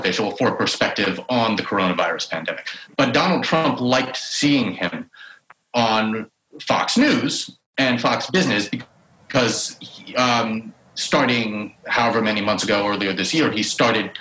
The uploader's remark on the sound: In this bonus episode of The New Abnormal , which happened LIVE on Zoom.